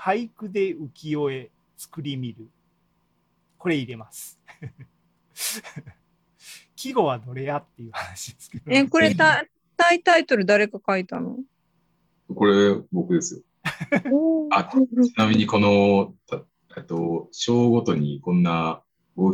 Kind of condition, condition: link, video call